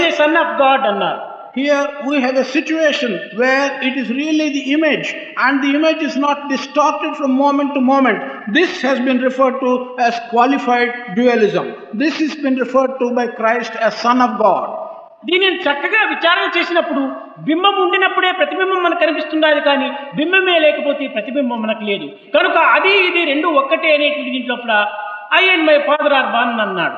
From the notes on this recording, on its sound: during the 2nd World Conference of Sri Sathya Sai Organisations